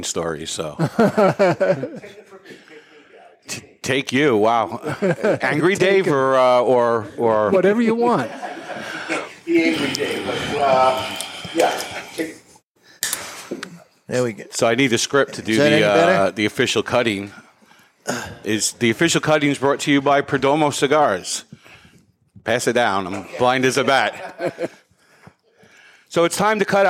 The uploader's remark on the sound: The Cigar Authority Live from the Toscano Sound Stage in Salem, New Hampshire. The Cigar Authority is a member of the United Podcast Network and is recorded live in front of a studio audience at Studio 21 Podcast Cafe upstairs at Two Guys Smoke Shop in Salem, NH.